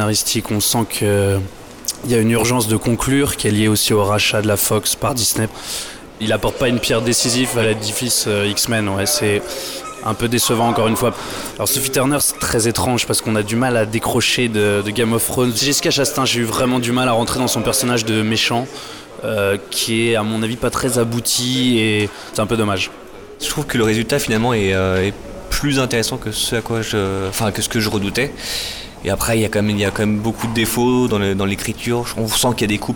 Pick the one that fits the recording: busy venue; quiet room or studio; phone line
busy venue